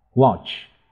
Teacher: A 呢在这里发短音 O